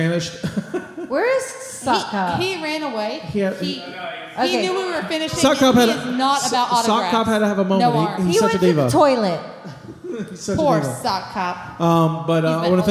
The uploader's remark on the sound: This week is a special episode as we reviist an old live show we never got to air.